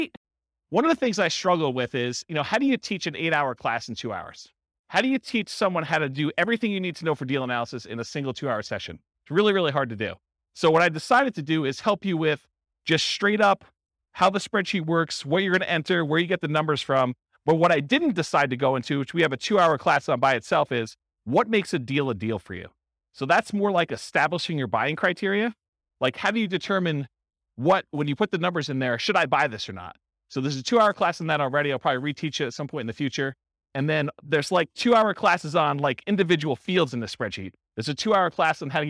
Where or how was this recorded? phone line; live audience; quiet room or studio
live audience